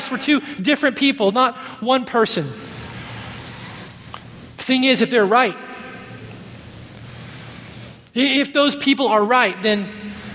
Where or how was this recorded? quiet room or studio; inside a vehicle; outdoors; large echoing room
large echoing room